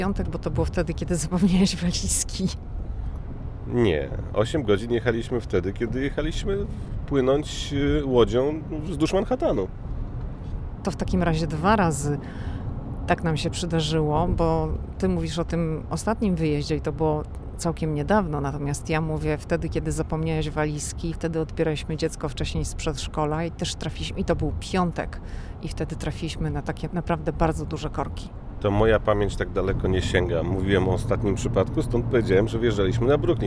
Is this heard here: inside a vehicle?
yes